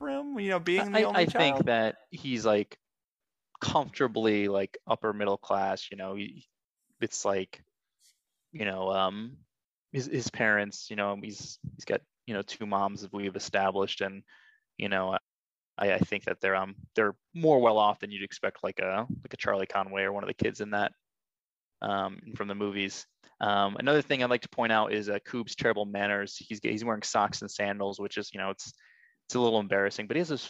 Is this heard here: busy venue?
no